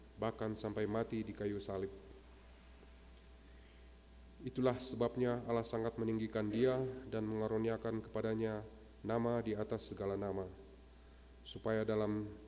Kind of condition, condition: setting, large echoing room